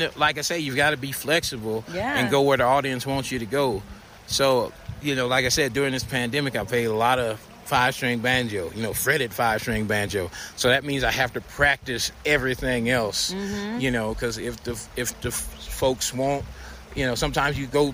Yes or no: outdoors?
yes